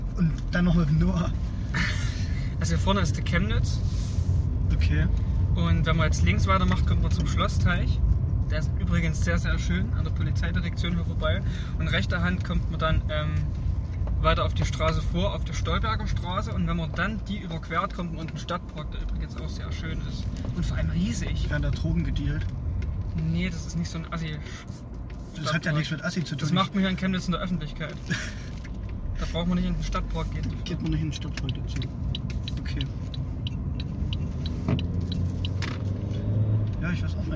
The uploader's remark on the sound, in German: haben wir euch 55 Minuten gemütliche Autofahrt zurück vom Weihnachtsshopping aufgezeichnet